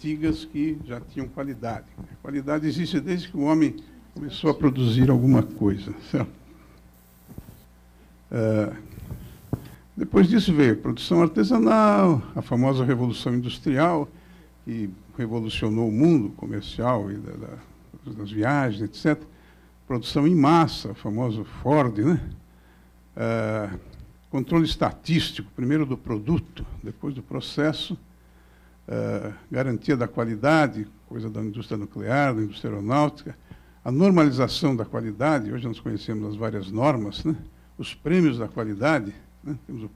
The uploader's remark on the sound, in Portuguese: Este é o áudio da abertura do I SEMINÁRIO ABQ QUALIDADE SÉCULO XXI – A Qualidade e a Realidade Nacional.